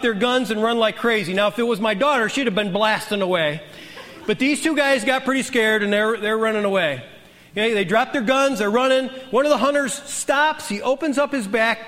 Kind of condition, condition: setting, large echoing room